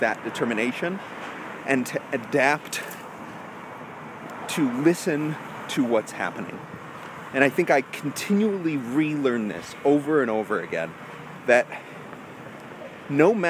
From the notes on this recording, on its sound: A live walk and talk vlog.